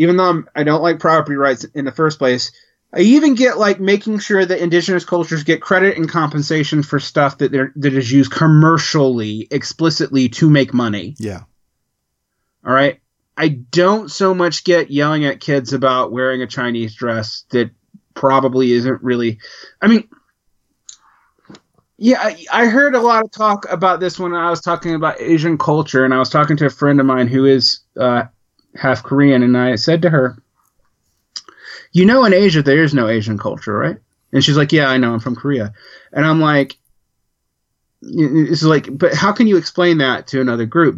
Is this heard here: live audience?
no